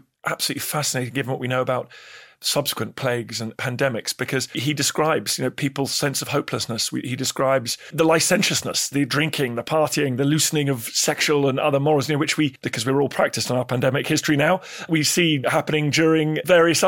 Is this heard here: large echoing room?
no